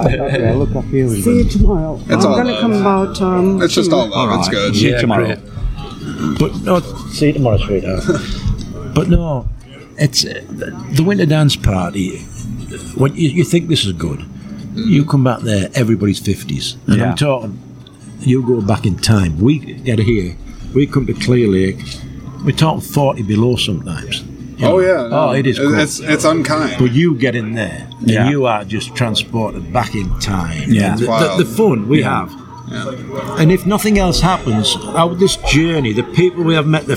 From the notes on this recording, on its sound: This episode is the third in a series of exclusive conversations that were recorded on site at the 16th Annual Iowa Independent Film Festival. This was recorded at 173 Craft Distillery in Clear Lake, IA.